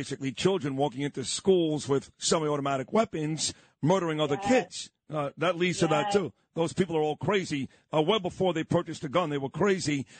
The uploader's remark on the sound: call into the morning show